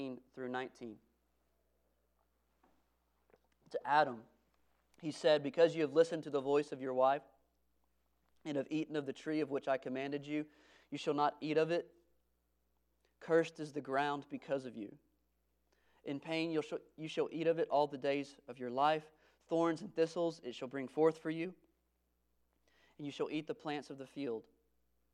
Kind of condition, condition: setting, large echoing room